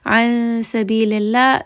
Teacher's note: An sabilillah, this is again going to be ikhfa, nun sakin, followed by the letter seen, which is one of the ikhfa letters. So this nun sakin sound is hidden within that seen letter.